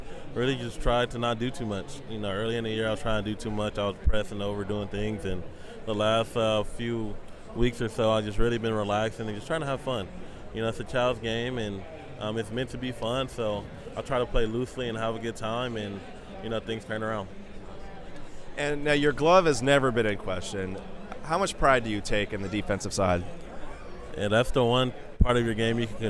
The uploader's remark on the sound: Sunny San Diego for ASG and Comic Con. Interviews at the Topps booth at All-Star FanFest.